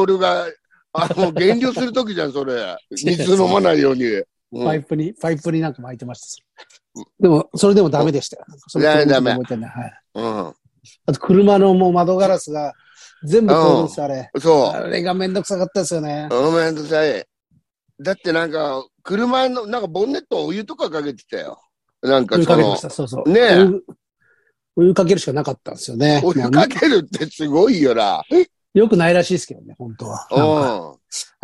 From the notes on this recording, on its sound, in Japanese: ZOOMで収録